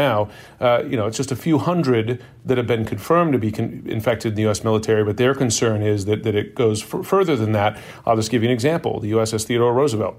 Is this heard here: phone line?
no